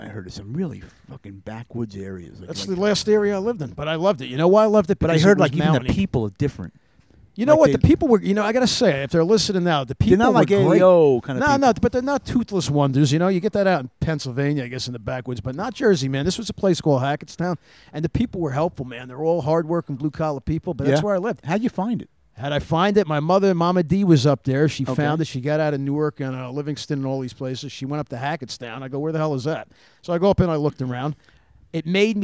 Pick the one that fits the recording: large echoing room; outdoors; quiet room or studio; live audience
outdoors